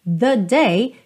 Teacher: esse the day fica bem curtinho, the day, e depois we met com mais espaço, com mais tempo aí